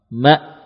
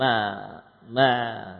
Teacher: Hamzah ketika kita sukun suaranya berhenti spontan, ya. Langsung habis, tidak tersisa. Tidak diikuti hams wala qalqalah. · Shown in: first take · Term: sukun pada hamzah